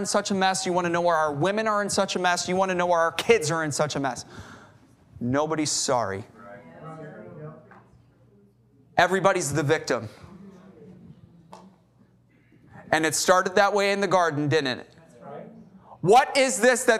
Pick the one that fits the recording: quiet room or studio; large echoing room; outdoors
large echoing room